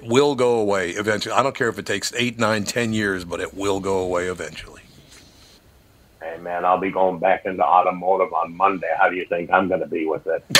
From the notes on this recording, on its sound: A very unusual and up lifting episode guided by many callers who phone in to discuss their struggles with alcoholism.